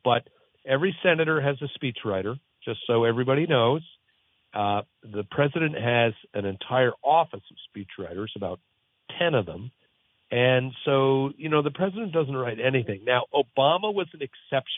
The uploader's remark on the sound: Calls from the Audience. Takes your phone calls!